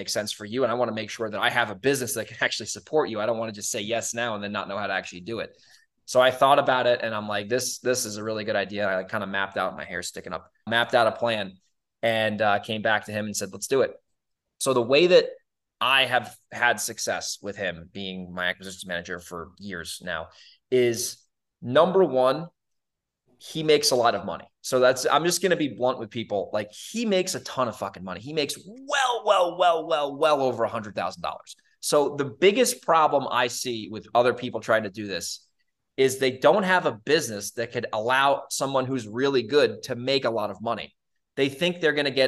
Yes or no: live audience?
no